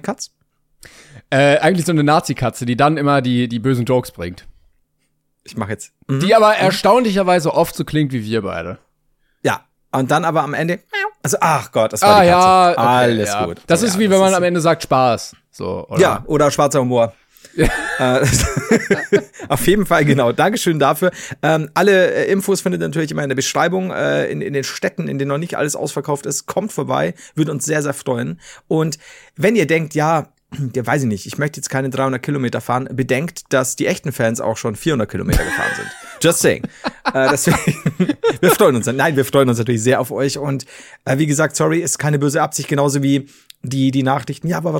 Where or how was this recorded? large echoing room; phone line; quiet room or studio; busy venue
quiet room or studio